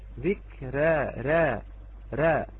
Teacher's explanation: قربتها قليلا إلى الكسرة، ذكرى را را، حركة مجهولة بين الفتحة وبين الكسرة